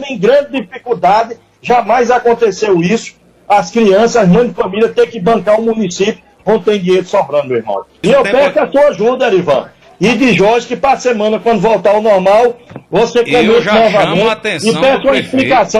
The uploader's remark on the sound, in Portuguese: Em participação por telefone. No programa Passando a Limpo pela rádio Mais FM 100.1.